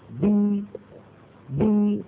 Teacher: تخرج الباء المكسورة بالتباعد بين الشفتين اللي هما طرفا عضو النطق تباعد ويصاحب هذا التباعد مخرج الياء يعني انخفاض للفك السفلي الى اسفل.